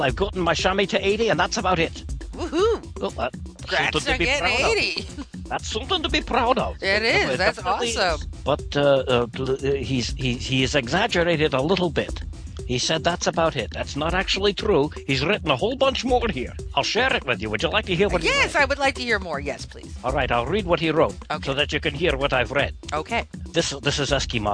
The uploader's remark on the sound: called in to do a little venting himself!